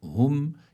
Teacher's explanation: إذا كان الحرف الذي بعدها من حروف الإظهار فبيكون عنا إظهار، وإذا كان الحرف الذي بعدها الميم بيكون عنا إدغام، وإذا كان الحرف الذي بعدها الباء بيكون عنا إخفاء. فهون عنا إظهار شفوي. هم يعني لا، ما بيكون في عنا غنة